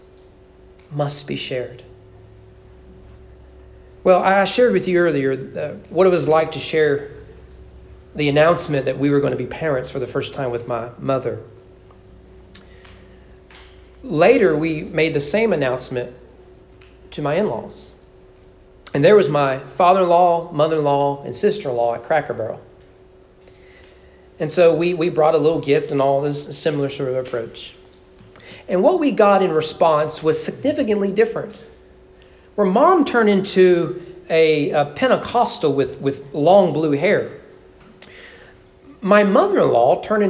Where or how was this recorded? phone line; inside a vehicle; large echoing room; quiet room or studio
large echoing room